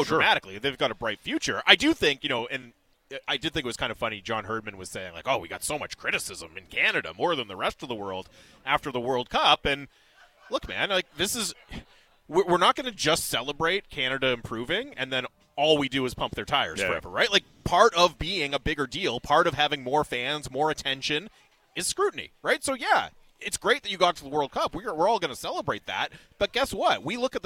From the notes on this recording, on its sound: Live from Nat Bailey Stadium as the Vancouver Canadians play host to the Hillsboro Hops.